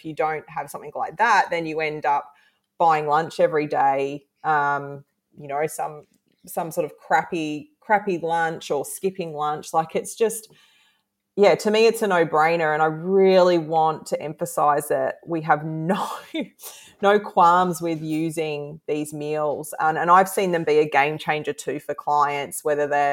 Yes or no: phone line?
no